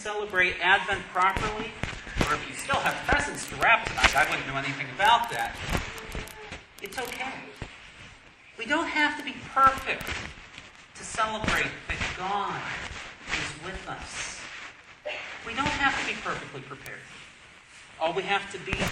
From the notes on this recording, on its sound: Sorry for the lousy audio quality. I cut out the Q&A with the kids -- the audio was unbearable!